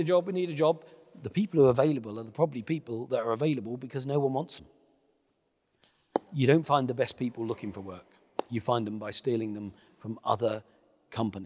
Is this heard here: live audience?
yes